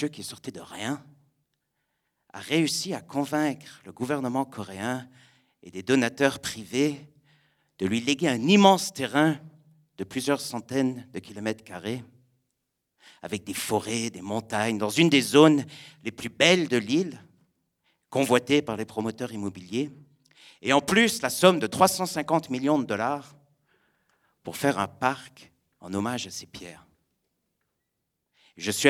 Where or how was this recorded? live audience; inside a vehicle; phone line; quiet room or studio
live audience